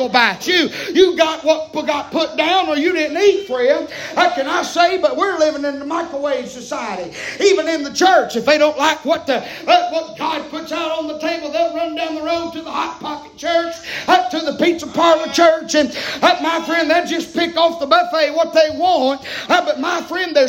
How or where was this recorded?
large echoing room